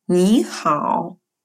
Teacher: Первый вид модуляции – это модуляция третьего тона. При слитном чтении двух слогов третьего тона первый слог читается вторым тоном.